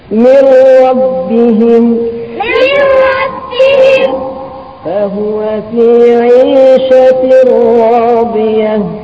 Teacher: نون وتنوين عند راء بإدغام كامل بغير غنة